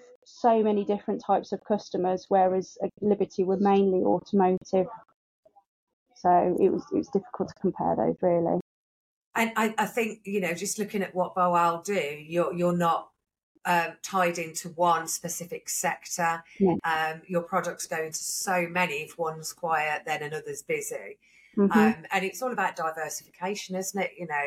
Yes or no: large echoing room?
no